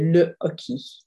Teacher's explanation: You don't say hockey like in English. There's no h, but you have to say le hockey.